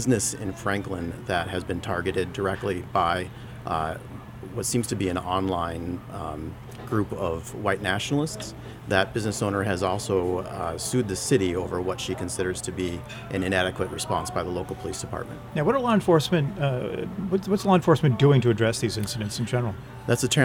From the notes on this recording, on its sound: NH Primary updates live from the Tilt'n Diner. We hear from Lakes Region voters about their top issues ahead of the election.